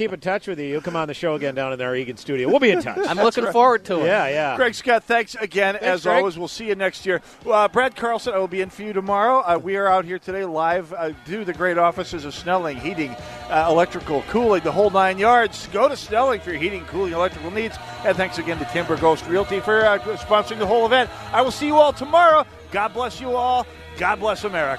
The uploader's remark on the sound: Holes For Heroes Live on Medicine Lake